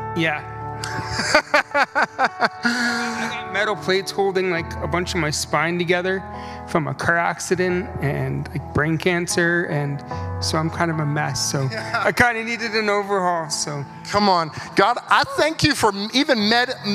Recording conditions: large echoing room